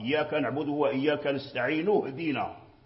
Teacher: لو وصلنا نستعين بإهدنا نحذف همزة الوصل